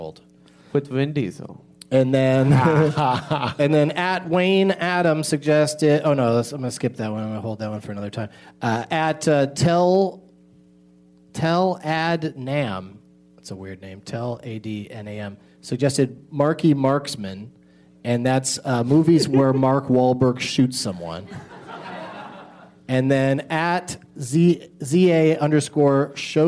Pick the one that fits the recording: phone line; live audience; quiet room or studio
live audience